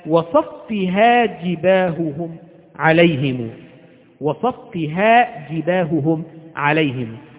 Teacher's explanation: فإذا جاءت يعني هاءان متتاليان فربما لضعفهما ربما نطقت هاء واحدة ها وضاعت الهاء الثانية